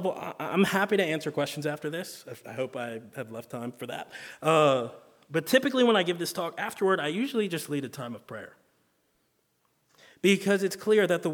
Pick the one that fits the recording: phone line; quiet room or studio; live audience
live audience